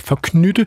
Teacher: som indfødt københavner udtaler jeg forknytte med skarpt y som i ymer